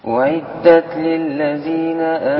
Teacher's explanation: لابد أن يخرج اللسان، طرف اللسان في الذال حتى لا تكون حرف آخر. لو قلت الذين فأنا قلبت الذال زي غيرت حرف في القرآن.